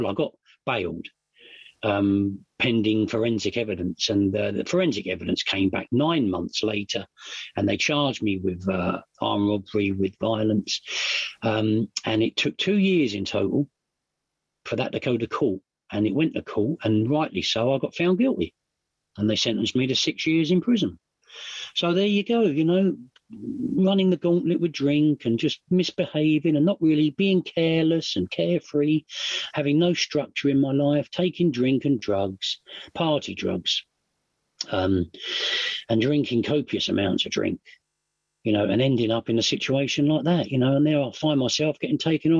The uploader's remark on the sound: at the Magical Mystery Tour zoom meeting in December of 2022